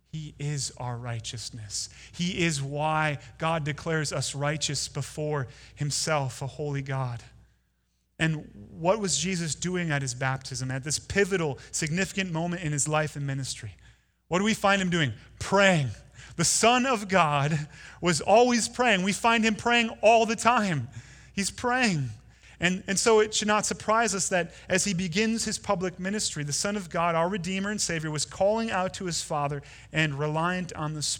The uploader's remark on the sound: Delivered Sunday, January 12, 2019 at Woodridge Community Church (New Berlin, WI).